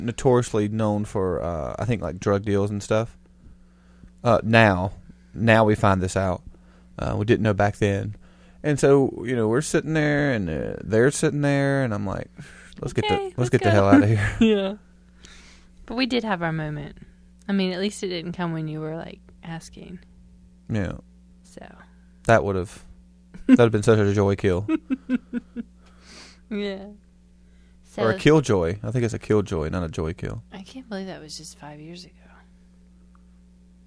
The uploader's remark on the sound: Sorry for the hum people.